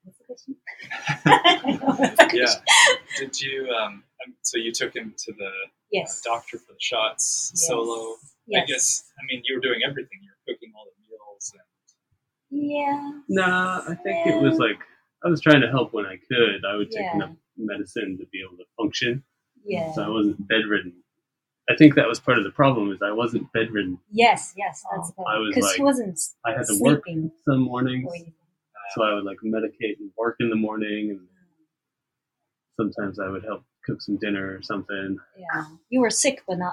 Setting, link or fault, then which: fault, poor sound quality